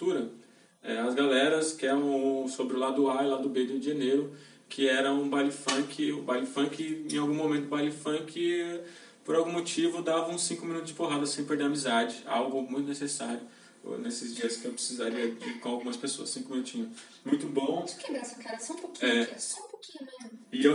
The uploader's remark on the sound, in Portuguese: O áudio ficou um pouco ruim e pedimos desculpas